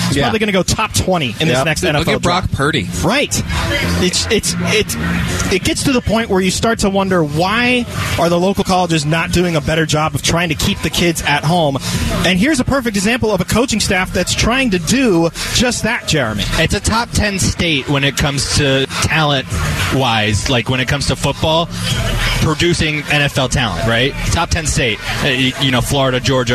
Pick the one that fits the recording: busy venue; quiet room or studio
busy venue